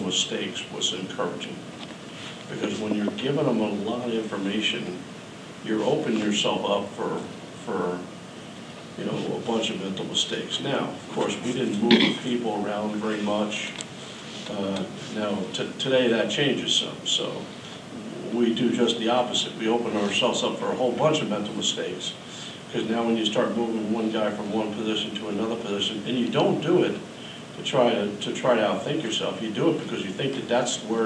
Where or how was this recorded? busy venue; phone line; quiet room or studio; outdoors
busy venue